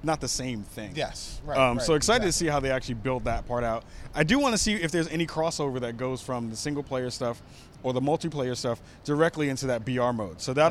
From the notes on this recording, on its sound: We are live from E3 2018 and are at the EA conference and EA Play event